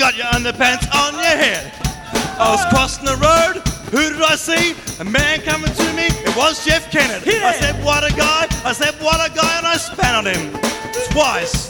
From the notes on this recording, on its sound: 1993 Melb Comedy Festival. A two and a half hour spectacular Sunday Afternoon Fever show from the “Scott Carne Suite”, otherwise known as Studio 320 at ABC Melbourne. With a live audience that are up for it.